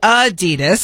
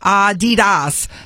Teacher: slight emphasis on the first syllable · Shown in: first take · not Adidas, stressing the second.